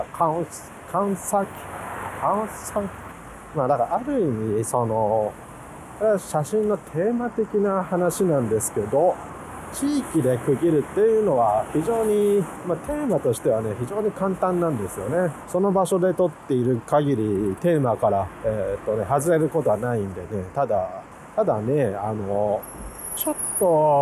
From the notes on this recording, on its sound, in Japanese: 雪の降った翌日、国道１号線より撮影しながらの収録です。